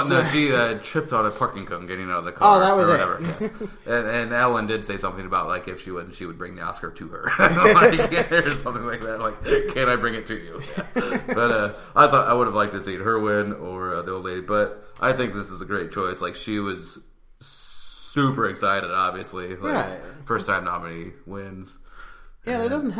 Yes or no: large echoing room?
no